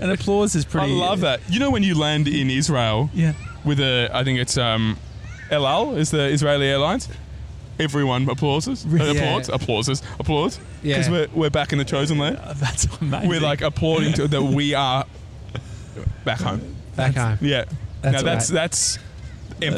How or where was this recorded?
outdoors